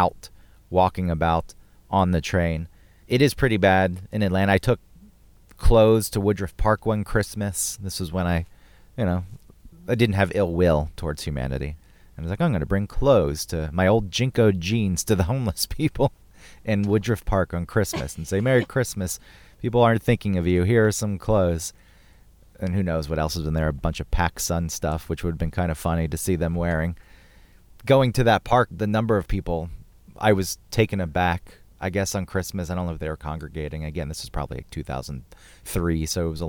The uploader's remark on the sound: Recording Inside A Snowed In Car In Rural Maine